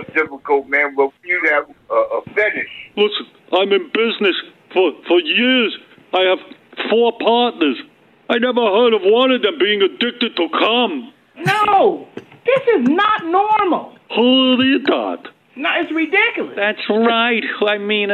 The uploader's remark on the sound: New Phony Phone Call.